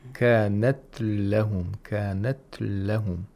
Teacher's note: You pronounce the ta completely, mm-hmm. but you quickly move the articulator to the place of articulation of lam. · Term: ikhtilas